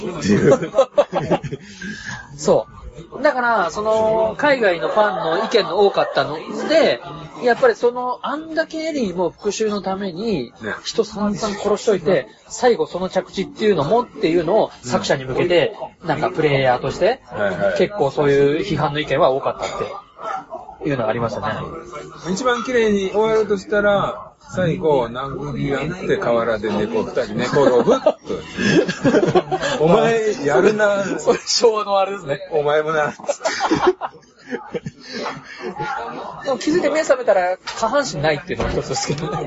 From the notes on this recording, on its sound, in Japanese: 今回は居酒屋収録のため音声が悪いです。